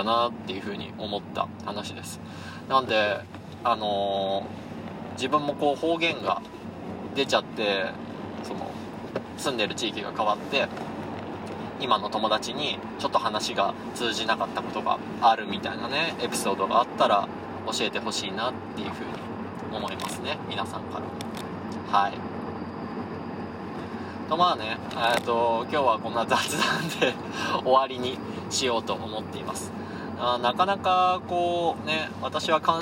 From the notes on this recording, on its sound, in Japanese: クルマの振動がめっちゃ伝わってて聞きづらい部分が多々あります。なるべくカットしたのですが限界でした。ノイズ混じりですみません。